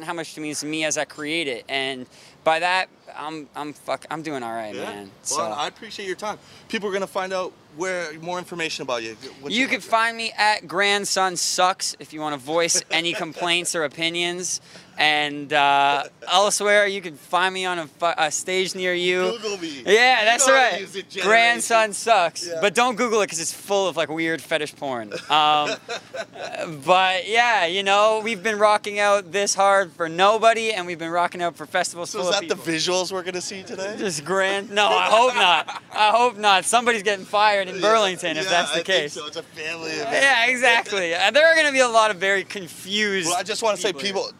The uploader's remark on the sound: interview from the Sound of Music Festival.